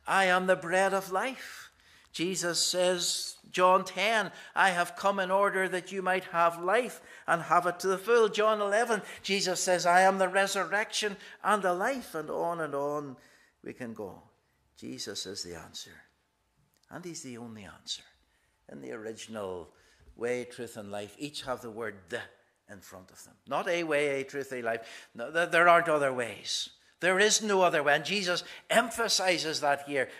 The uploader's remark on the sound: This is the recording of the Bible reading and sermon from our morning service on Sunday 19th March 2023. Minister of 1st Portglenone Presbyterian Church.